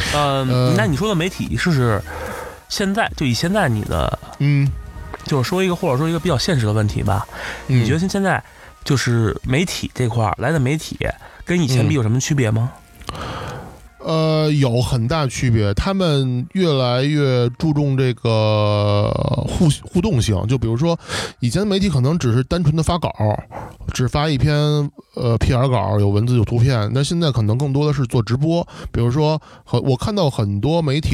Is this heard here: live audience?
no